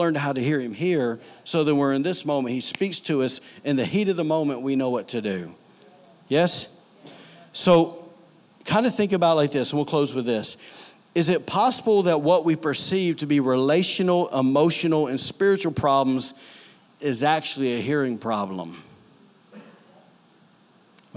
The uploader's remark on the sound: During services at The Anchor Church in Rockport, Maine.